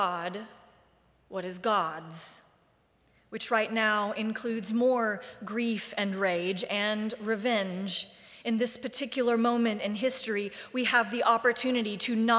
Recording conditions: large echoing room